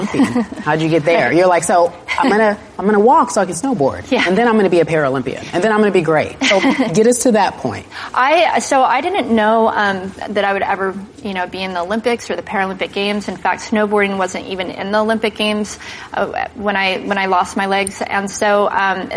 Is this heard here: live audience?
yes